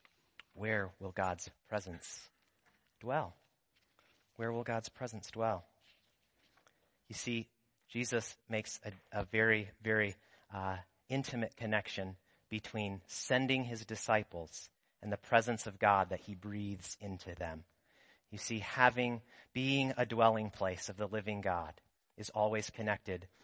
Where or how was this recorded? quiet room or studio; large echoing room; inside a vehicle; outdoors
large echoing room